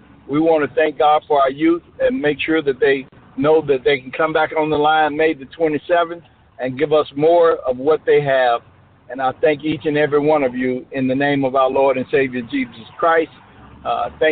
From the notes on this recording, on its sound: Youth Conference Call. Join Our Service Live via Conference Call.